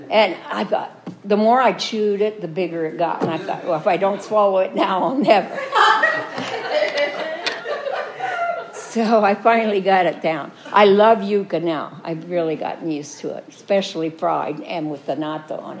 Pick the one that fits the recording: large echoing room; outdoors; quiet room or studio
large echoing room